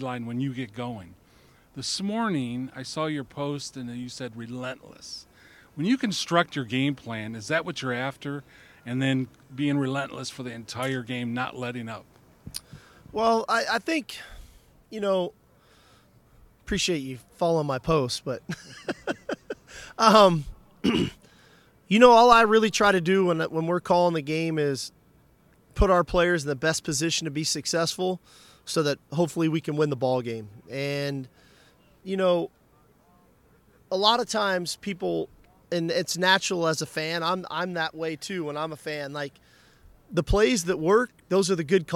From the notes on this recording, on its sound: speaks at Sugar Bowl Media Day